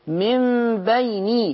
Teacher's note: خلي بالك من كسر النون، حضرتك بتفتحيها النون مكسوره